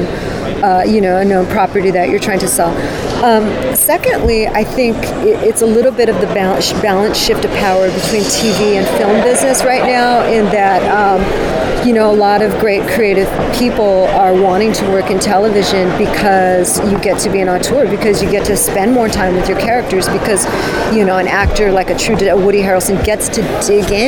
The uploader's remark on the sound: Taped at NYCC.